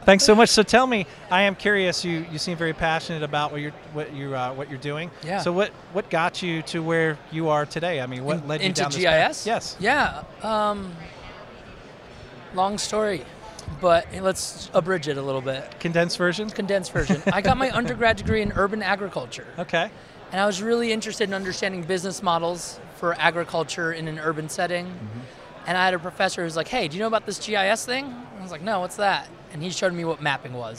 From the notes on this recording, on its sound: Interview from Esri GeoConX Conference 2019. We are live at the Esri GeoConX Conference 2019 which was an amazing event.